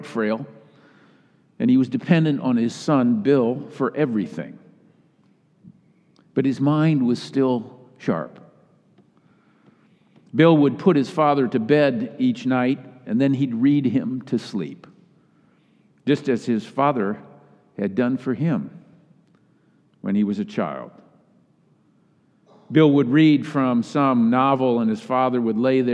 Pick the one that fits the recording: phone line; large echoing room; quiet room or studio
large echoing room